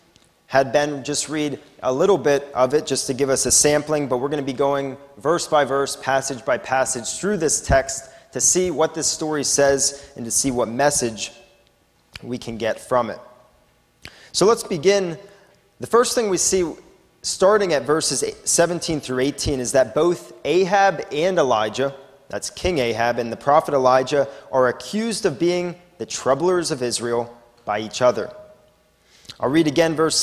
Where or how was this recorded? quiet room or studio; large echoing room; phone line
large echoing room